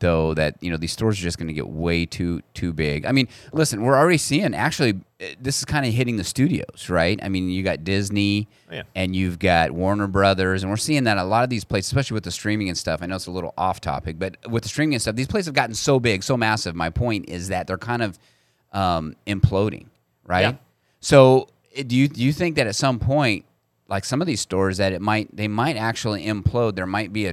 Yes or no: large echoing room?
no